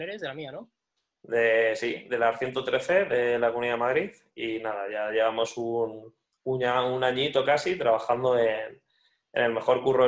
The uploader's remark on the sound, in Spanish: Nos hemos reunido cuatro amigos por vídeo-llamada.